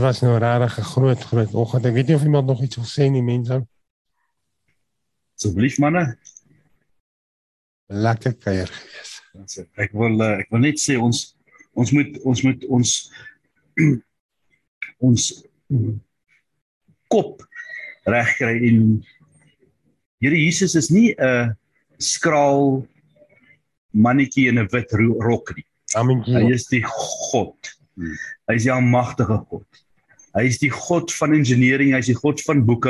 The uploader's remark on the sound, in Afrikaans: Manne van die Woord Zoom Byeenkoms.